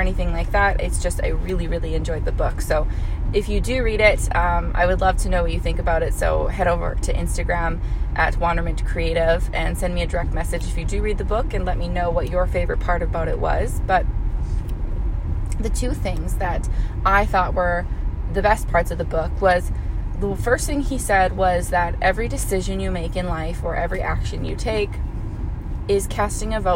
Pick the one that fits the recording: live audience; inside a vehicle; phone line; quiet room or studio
inside a vehicle